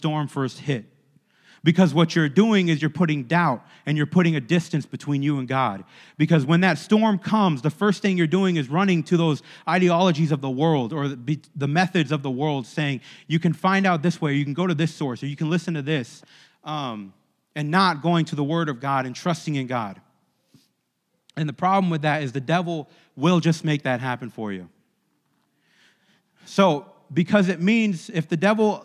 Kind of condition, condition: setting, large echoing room